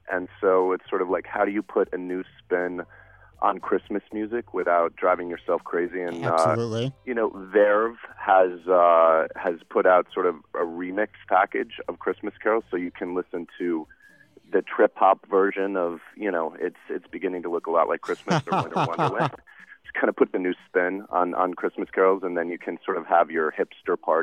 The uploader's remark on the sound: Called in to the TV Editor's Hour ahead of the winter finale on ABC.